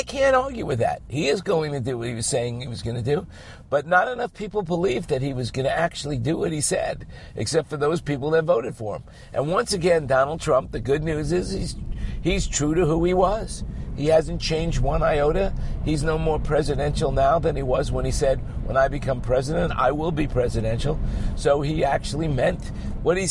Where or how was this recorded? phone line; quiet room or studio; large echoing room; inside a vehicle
inside a vehicle